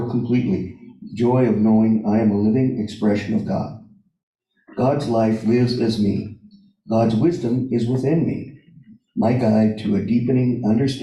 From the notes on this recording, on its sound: Live In Our Sanctuary